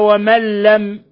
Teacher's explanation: لم ينزل ما لم يأذن به الله. قوله تعالى ومن لم نون ساكنة جاء بعدها اللام إدغام بغير غنة لأن اللام أحد حرفي الإدغام بغير غنة ومن لم يستطع منكم